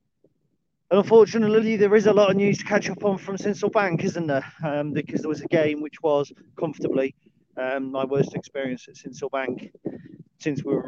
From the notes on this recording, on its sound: A dog walk video, shifted to audio. Guest appearance by a C130.